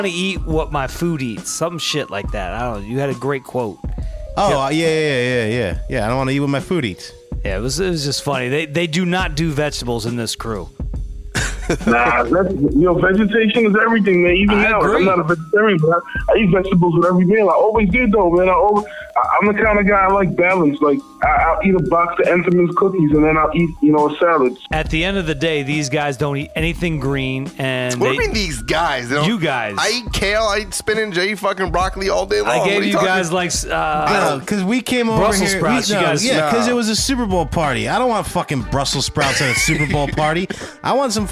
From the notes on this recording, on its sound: we had a impromptu phone call